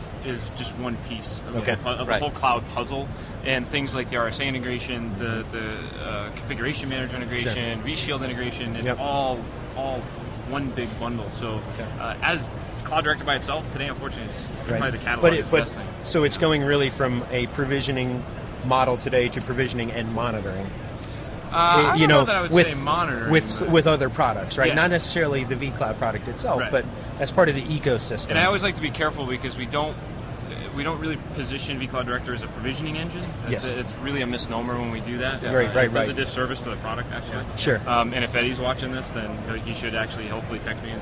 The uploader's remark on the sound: Live from VMworld 2011